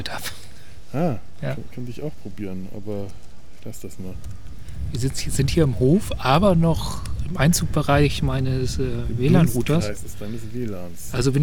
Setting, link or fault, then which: setting, outdoors